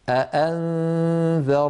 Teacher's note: لابد في رواية حفص عن عاصم من تحقيق كلتا الهمزتين